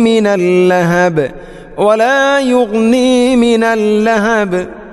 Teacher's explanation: ലഹബ് ബാഇനെ ഖൽഖൽ ചെയ്യണം